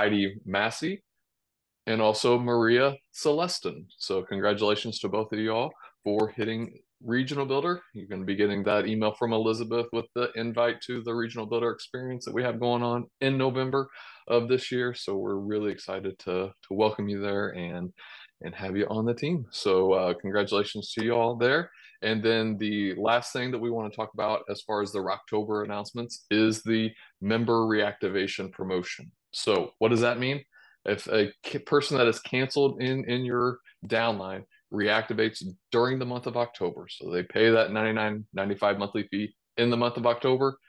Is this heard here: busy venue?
no